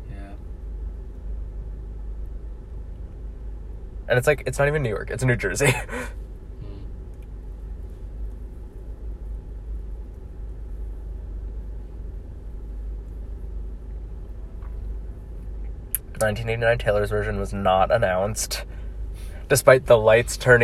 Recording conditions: inside a vehicle